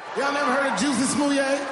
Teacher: In this yes-no question, Chappelle turns a statement into a question by changing the intonation of his voice · Term: rising intonation